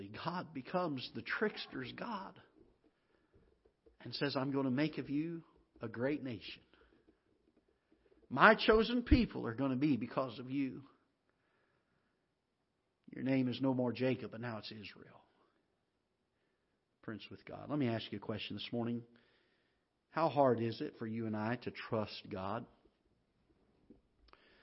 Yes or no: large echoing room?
yes